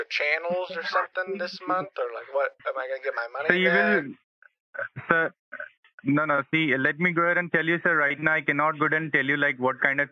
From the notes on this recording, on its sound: on the phone with scammers claiming to work for Comcast